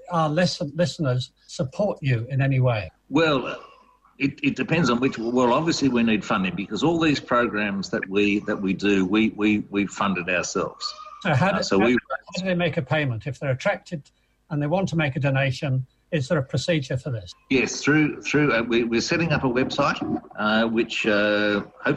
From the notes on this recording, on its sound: Enjoy this interview, by Zoom.